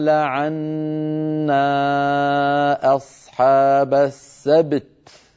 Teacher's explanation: فلا بد من بيان شدة التاء وبعدها مباشرة بيان همسها